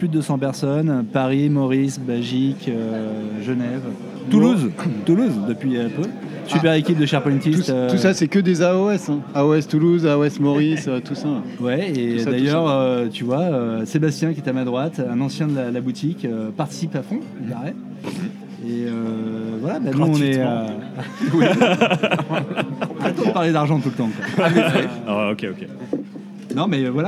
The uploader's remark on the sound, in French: enregistré au Renoma Café (avenue George V)